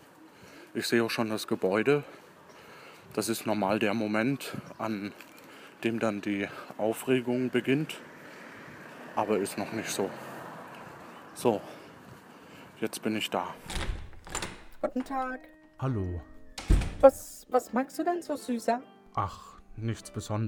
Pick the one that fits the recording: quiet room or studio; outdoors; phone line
outdoors